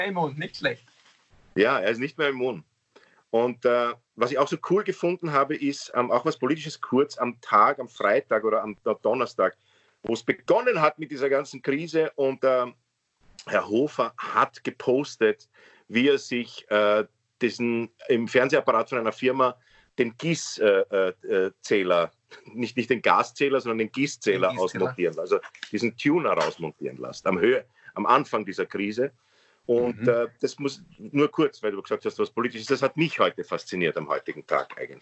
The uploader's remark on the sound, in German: Finden sie ihr Publikum, indem sie einander via Skype am Abend beim Reden zusehen. Aufzeichnung einer Skype Session vom 20.